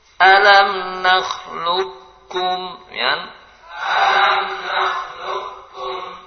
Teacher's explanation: Dan idgham naqis kita baca qaf, namun tidak timbul qalqalah. Qafnya kita baca tapi tidak ada qalqalahnya.